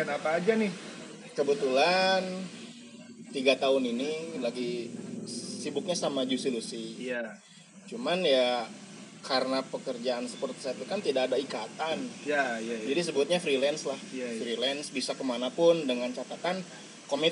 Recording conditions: background noise